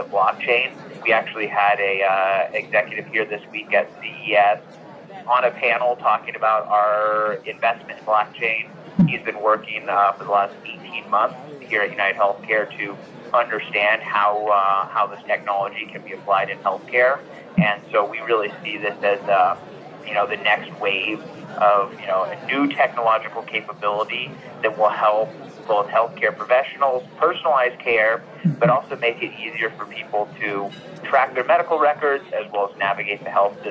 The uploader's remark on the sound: Live from CES.